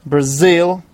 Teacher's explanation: Brazil, again, the stress is on the second syllable